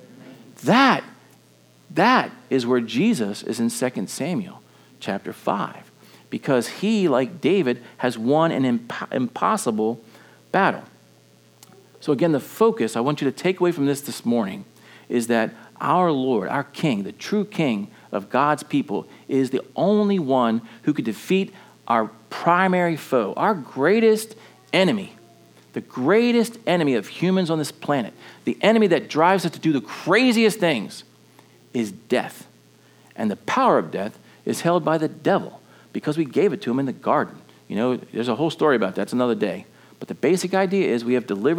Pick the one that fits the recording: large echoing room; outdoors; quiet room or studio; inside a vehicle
large echoing room